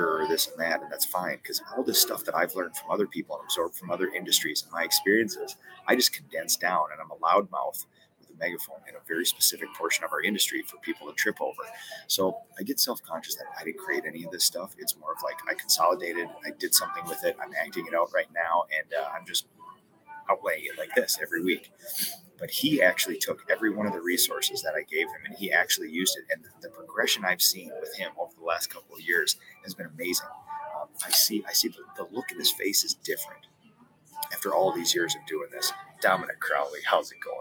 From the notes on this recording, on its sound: Live from the Boston Airport!